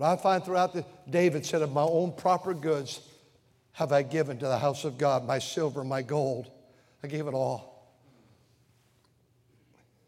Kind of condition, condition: setting, large echoing room